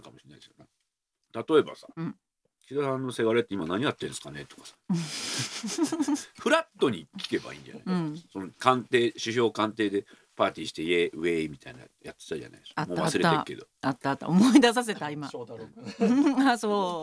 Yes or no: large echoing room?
no